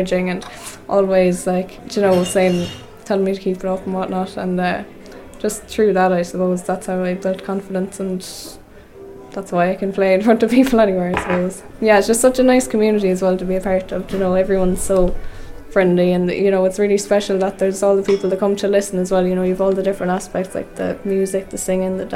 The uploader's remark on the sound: One of the longest running Thursday night sessions in Ireland that takes place at Shortt’s Bar, Feakle, Co. Content recorded at Shortt’s Pub between September and December 2023.